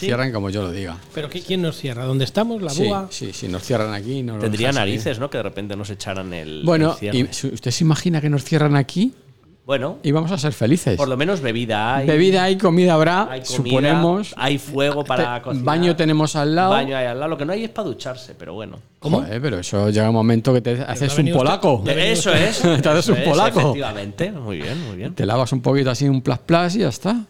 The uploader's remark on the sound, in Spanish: Este episodio lo hemos grabado desde la Taberna Vinoteca La Buha en Valdemoro. Este episodio lo hemos grabado desde la Taberna Vinoteca La Buha en Valdemoro.